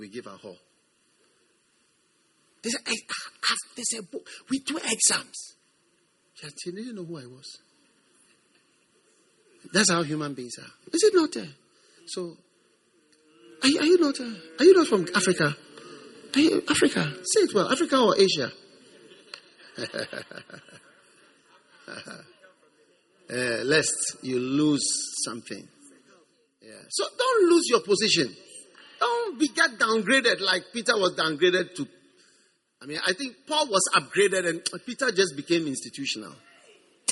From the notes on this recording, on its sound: Preached at the First Love Center.